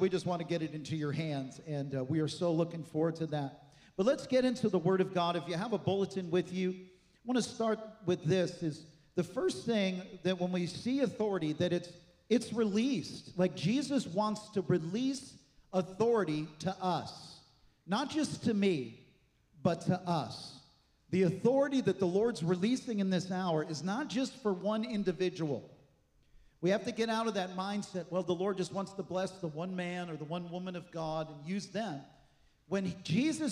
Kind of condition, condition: setting, large echoing room